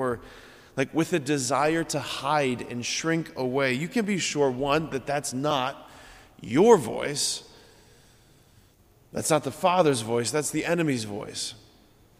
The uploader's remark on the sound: preached this homily on March 27, 2023 at Sacred Heart of Jesus Catholic Church in Wadsworth, OH.